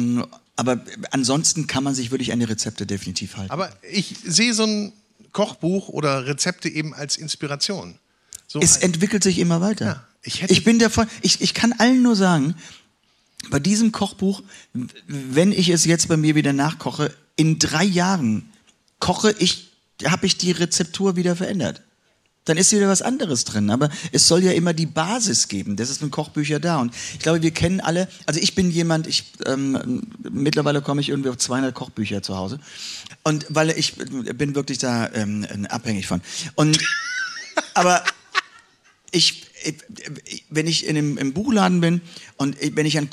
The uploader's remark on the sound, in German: Es ist auch eine ganz besondere Episode, da wir erstmalig live vor anwesendem Publikum im KENT Club in Hamburg aufgezeichnet haben.